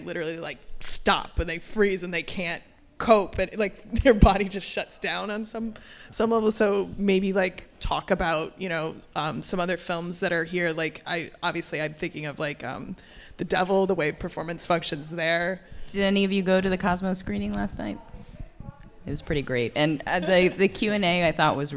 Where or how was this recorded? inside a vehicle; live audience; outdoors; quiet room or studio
live audience